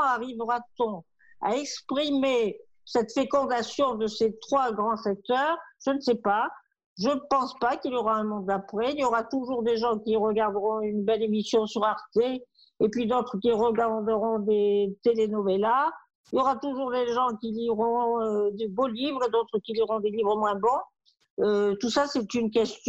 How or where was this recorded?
video call